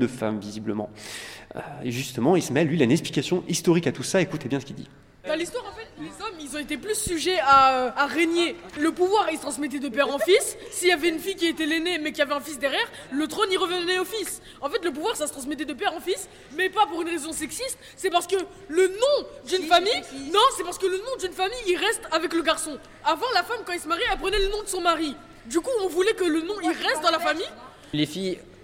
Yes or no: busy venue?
yes